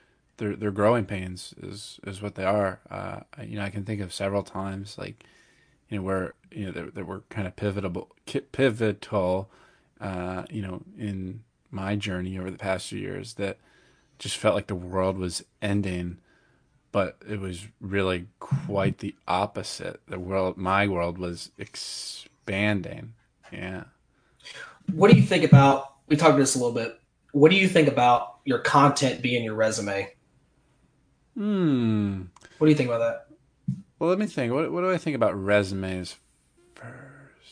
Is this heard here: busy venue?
no